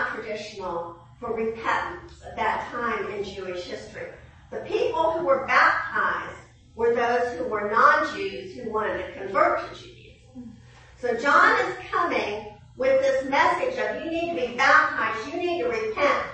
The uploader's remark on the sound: 9am service. During the 9AM chapel service.